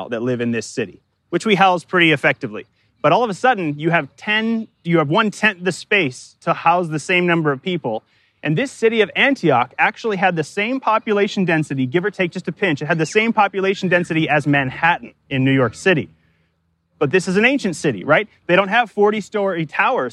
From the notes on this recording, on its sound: Delivered live in the park, at Capital City Church, in St.